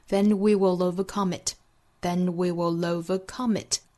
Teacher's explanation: then we will overcomeit。Will 和 over 之间有舌侧音和元音的连读，我们仔细听女王在这里面其实是有一个 lover 这样的一个音，其实是由舌侧音和元音带来的连读。Then we will overcome it。We'll overcomeit。 Come 和最后的 it 又做辅元连读